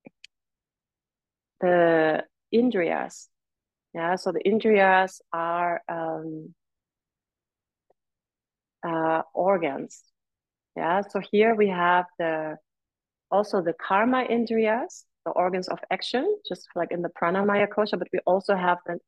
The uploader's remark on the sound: This talk was recorded right after a Led Full Primary Class, and recorded over zoom.